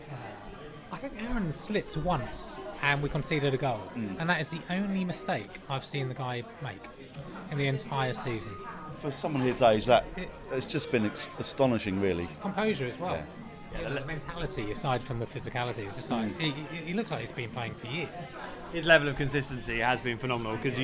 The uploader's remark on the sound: The PinkUn Show 178 is LIVE from The Woolpack. All Canaries supporters are welcome every week to pop along to the pub and have their say live on the show.